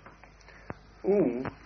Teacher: Ooh, you pronounce with the lips protruded